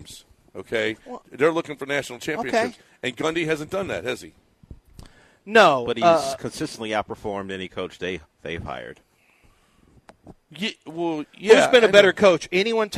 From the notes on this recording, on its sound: LIVE from East River 9!